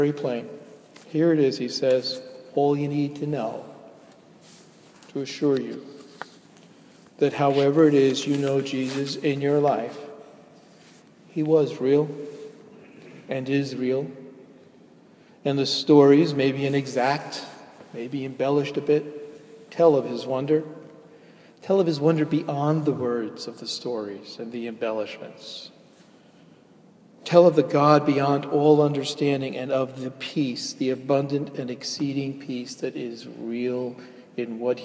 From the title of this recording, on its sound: delivered at Jan Hus Presbyterian Church, NYC